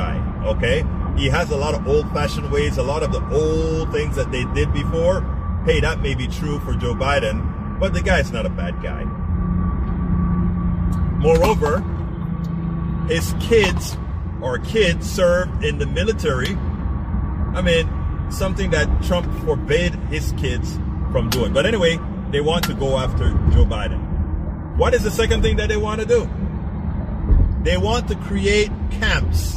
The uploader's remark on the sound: Politics Done Right was delivered while driving to an important press conference.